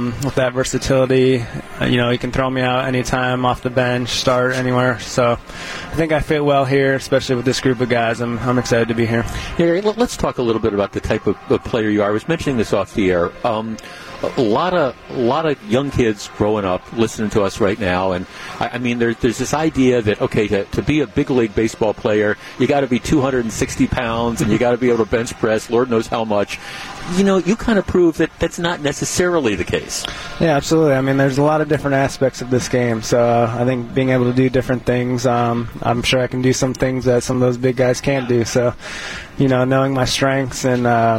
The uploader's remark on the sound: live in the dugout